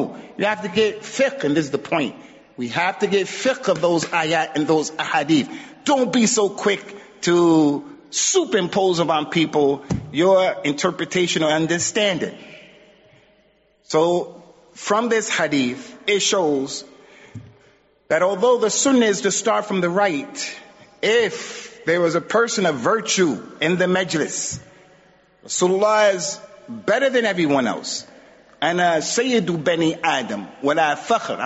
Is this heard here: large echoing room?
yes